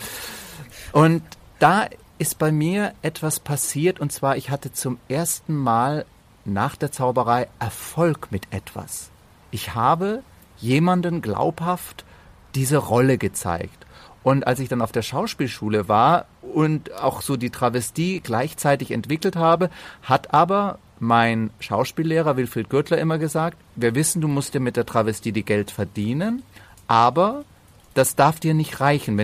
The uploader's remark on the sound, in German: Nahe Berlin. Das Gespräch haben wir bei schönstem Spätsommerwetter und – wie gleich zu hören sein wird – unter freiem Himmel aufgezeichnet.